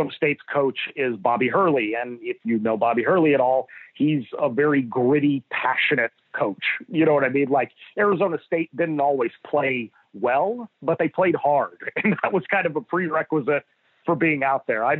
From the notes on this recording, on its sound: On the Modern Woodmen phone line.